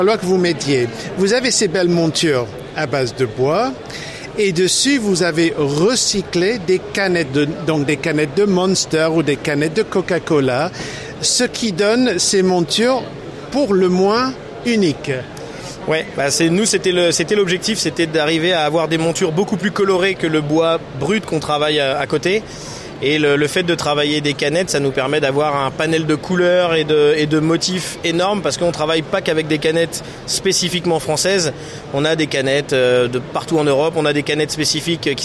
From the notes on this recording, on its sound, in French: (FR) Épisode 2 "en direct" du Silmo Paris 2023.